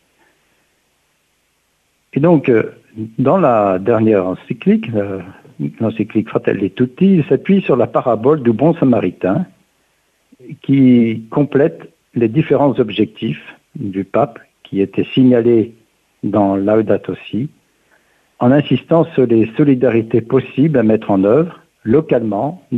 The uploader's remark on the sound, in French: reçoit aujourd’hui par téléphone